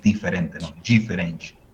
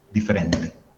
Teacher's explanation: la D con la E, la D con la I, los brasileños pronuncian G · Shown in: first take